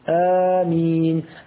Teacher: أبدلنا الهمزة الثانية مدا من جنس حركة الهمزة التي قبلها، ولا يمد إلا حركتين